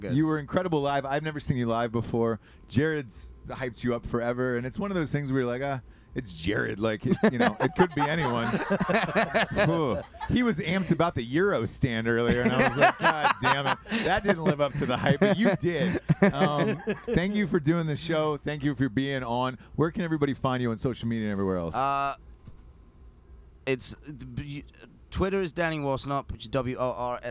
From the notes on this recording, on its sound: Live from the back of a tour bus at "Welcome To Rockville" in Jacksonville, Florida. WARNING: we were all heavily drinking.